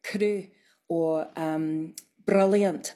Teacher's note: tip of the tongue on the gum ridge bouncing off. So it's like a rolled R, but it's like one instead of many, many all in a row, if you know what I mean. · It's just a little tap. It's not a long roll. And that's more common in contemporary speakers.